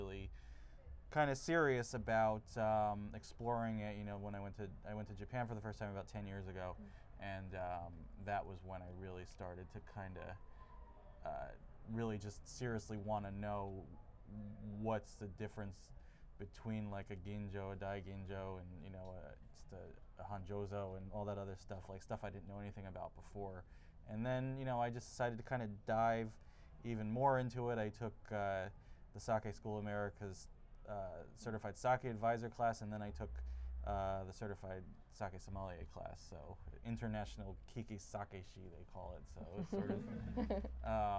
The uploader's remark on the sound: Live From Now Serving in L.A. At the Los Angeles culinary bookstore, Now Serving, he recorded a sake Q&A.